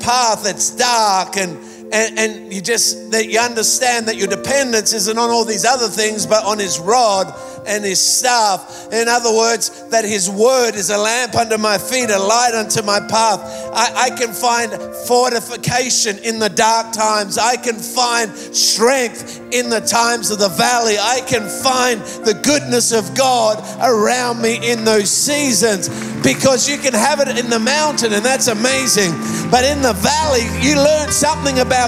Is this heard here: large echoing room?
yes